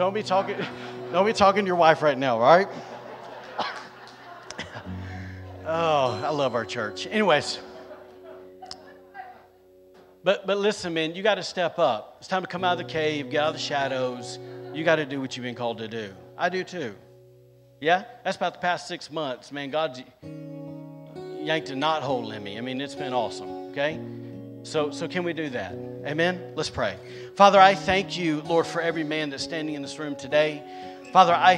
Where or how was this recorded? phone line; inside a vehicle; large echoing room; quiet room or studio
large echoing room